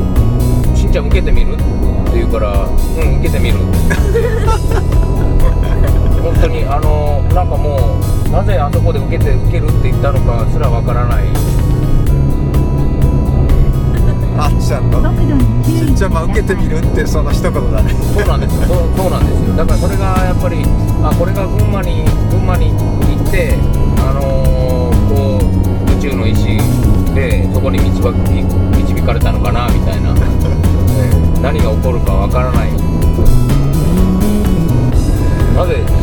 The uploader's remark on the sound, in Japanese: 長崎あんでるせんツアー。ドライビング対談収録。